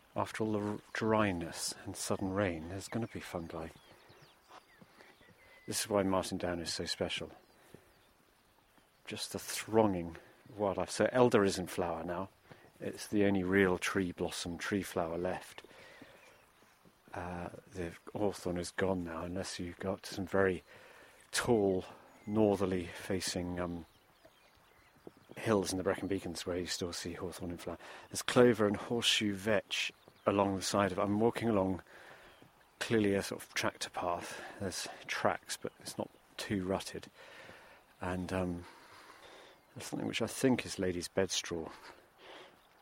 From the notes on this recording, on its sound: Discover the glorious sounds of an English summer on Martin Down in Hampshire.